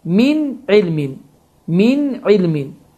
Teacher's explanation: Və biz də bayaq qeyd etdik ki, ayn hərfi izhar hərfidir. Məhz izhar hərfi olduğu üçün n səsi açıq-aşkar şəkildə oxunur